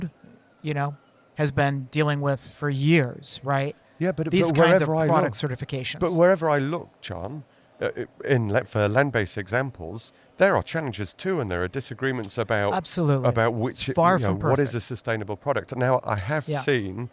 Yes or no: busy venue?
yes